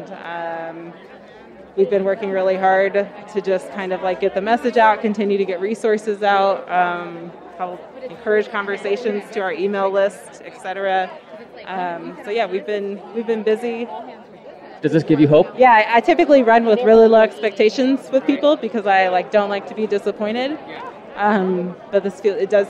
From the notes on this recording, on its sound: Hear sounds from the protests over last weekend.